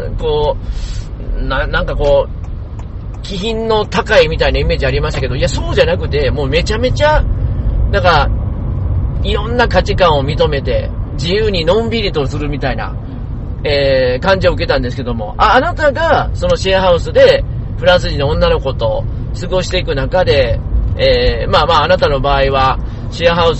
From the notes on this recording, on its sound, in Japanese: 車の中で収録していますので、少々お聞き苦しいところがあります。